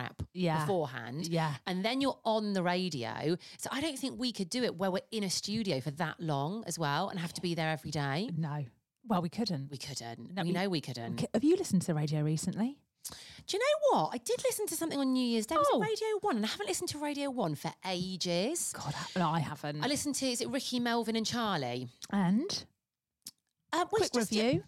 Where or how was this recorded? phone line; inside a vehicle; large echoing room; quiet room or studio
quiet room or studio